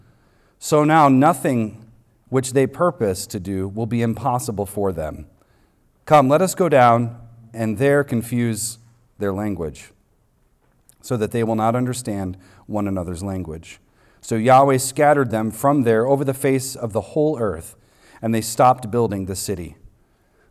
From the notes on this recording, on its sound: recorded on Sunday, April 30th, 2023, at the weekly worship gathering of Cross & Crown Church